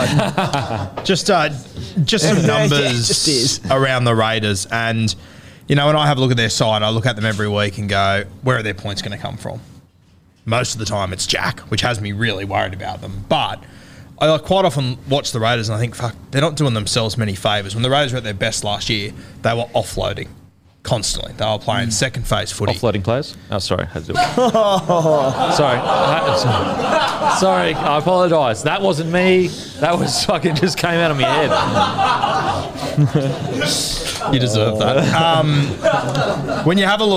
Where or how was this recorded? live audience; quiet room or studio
live audience